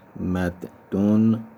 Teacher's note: مدون با تشدید دال تلفظ میکنیم، ادغام واجب